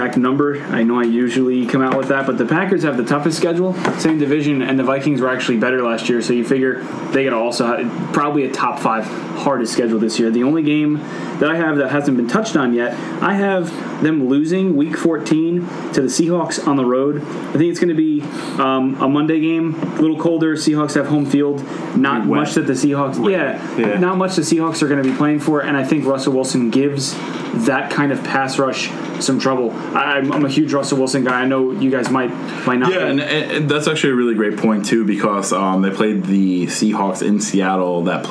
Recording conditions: background noise